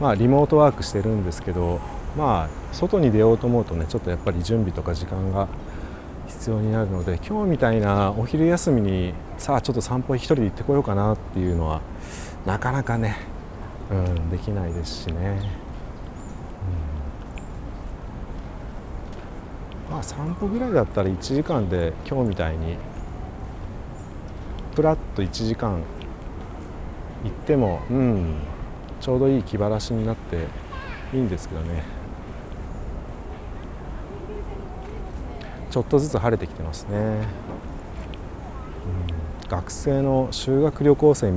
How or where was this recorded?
outdoors